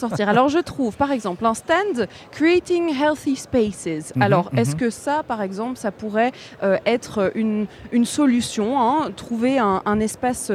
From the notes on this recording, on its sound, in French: En direct depuis le salon Batibouw, à Brussels Expo, pour Bruxelles vit.